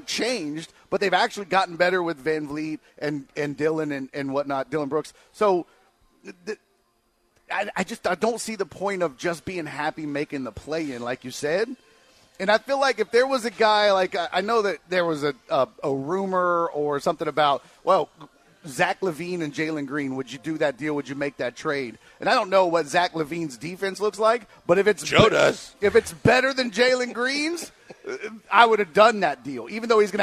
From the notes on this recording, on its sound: live from The Decoy